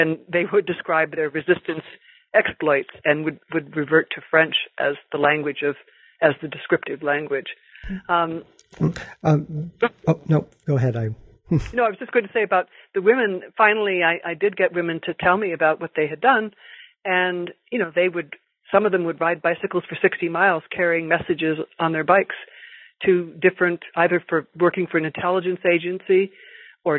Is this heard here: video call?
no